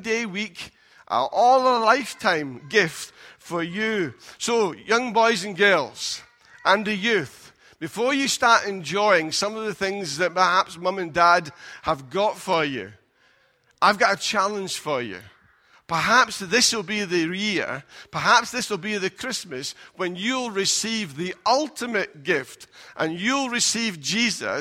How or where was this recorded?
large echoing room